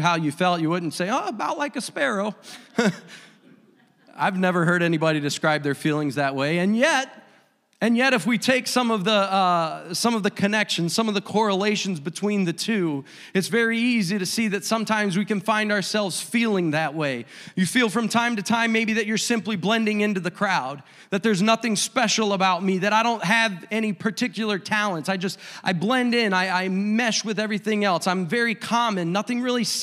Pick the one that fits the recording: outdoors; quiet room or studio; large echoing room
large echoing room